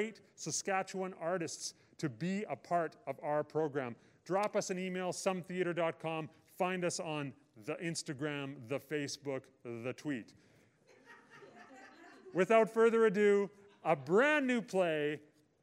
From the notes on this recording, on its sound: The Last Sunday happens live every last Sunday of every month from October to May at the Broadway Theatre in Saskatoon, SK on Treaty 6 Land and the Homeland of the Metis. This year we are also streaming the event live for people to watch from the comfort of their own homes. This podcast is a recording of those evenings.